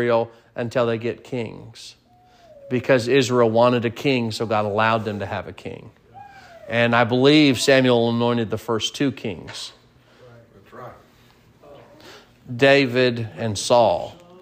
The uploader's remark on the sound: Sermon preached at Mid County Baptist Church